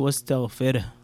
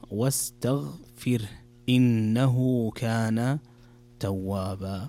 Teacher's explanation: فسبح بحمد ربك واستغفر مثلها، ليست واستغفره، واستغفر، لابد أن تكسر الفاء وترقق الراء · Shown in: second take